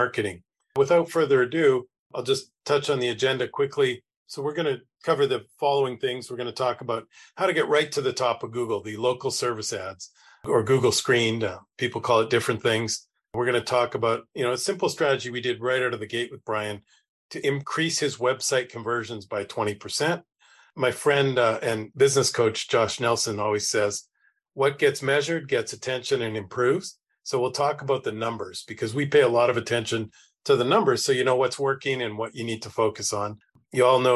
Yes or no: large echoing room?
no